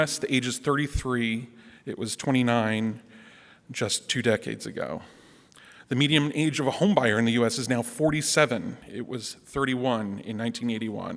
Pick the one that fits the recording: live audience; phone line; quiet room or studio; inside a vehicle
live audience